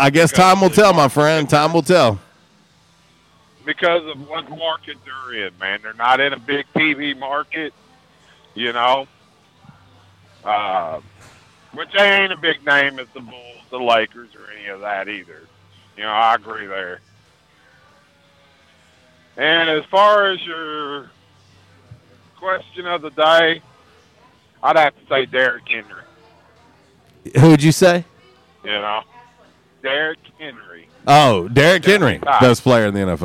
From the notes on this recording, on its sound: LIVE from JTown's Grill!